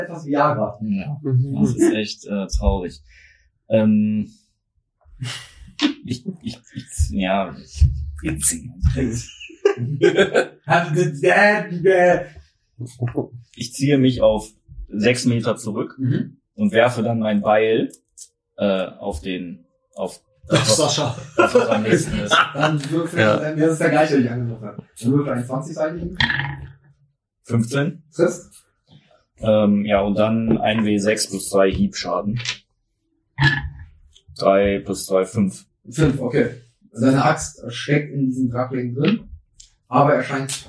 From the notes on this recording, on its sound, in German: Bitte entschuldigt leichte Tonprobleme, die während der Aufnahme auftraten